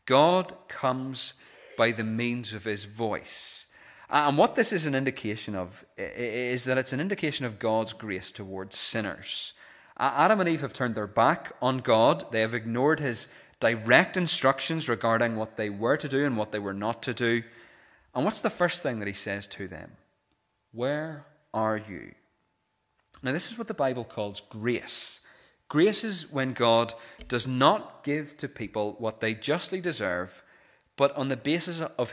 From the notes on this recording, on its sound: This is the recording of the Bible reading and sermon from our pre-communion service held on Wednesday 3rd January 2024.